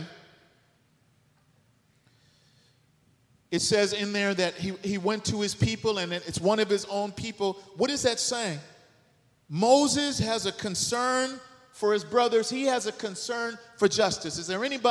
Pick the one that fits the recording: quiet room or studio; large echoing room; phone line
large echoing room